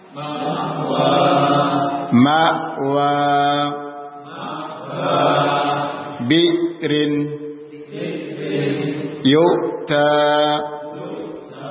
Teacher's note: Sukun pada hamzah. Hamzah itu memiliki sifat syiddah, tetapi tidak memiliki sifat hamz, sehingga ditahan tapi tidak keluar sifat hamz.